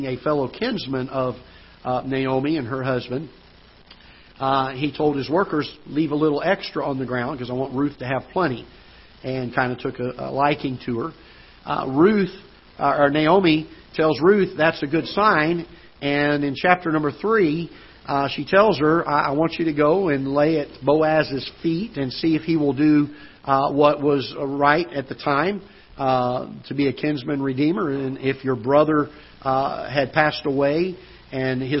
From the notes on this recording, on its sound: Ketha Heights Baptist Church ~ Live Broadcast.